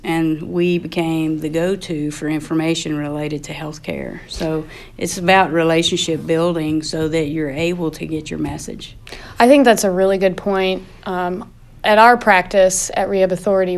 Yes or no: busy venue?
yes